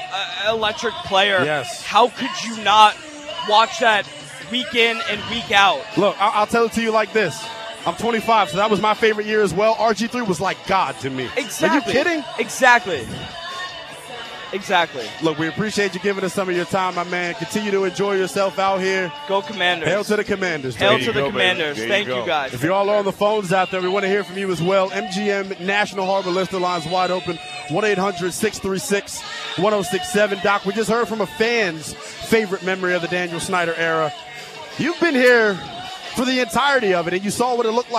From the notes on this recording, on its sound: live from the Burgundy & Sold Party